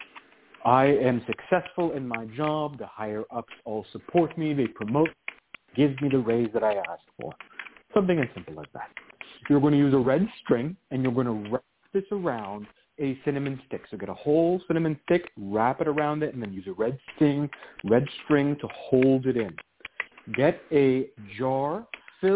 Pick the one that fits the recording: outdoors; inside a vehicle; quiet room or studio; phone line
phone line